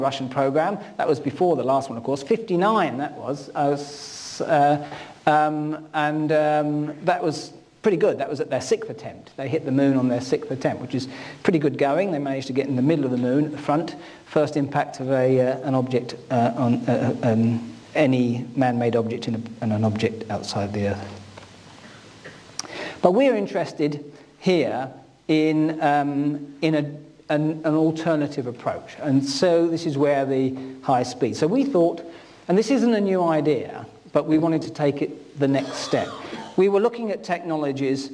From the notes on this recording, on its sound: UCL Lunch Hour Lecture.